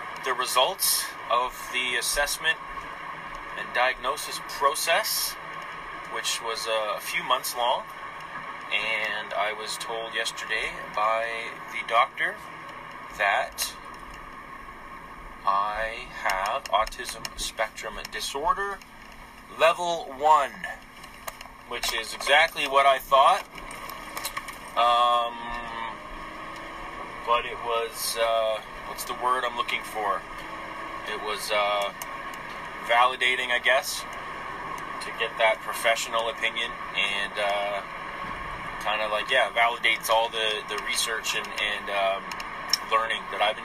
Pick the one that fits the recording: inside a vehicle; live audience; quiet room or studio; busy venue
inside a vehicle